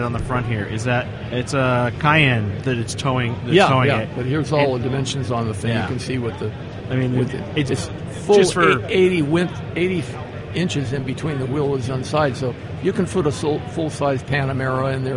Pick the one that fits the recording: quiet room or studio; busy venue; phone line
busy venue